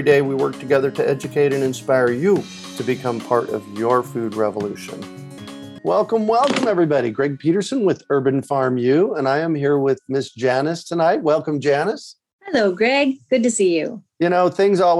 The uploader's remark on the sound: A relaxed conversation in a Zoom room. They answer questions from the live listening audience.